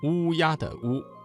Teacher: 嘴唇拢圆，突出成小孔，舌面后部隆起，声带震动